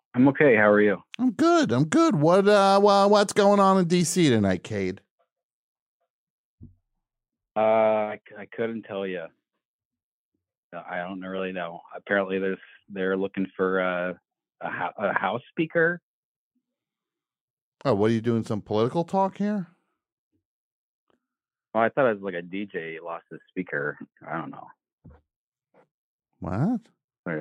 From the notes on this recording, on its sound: Answers live calls about costumes, candy, party decorations, and more.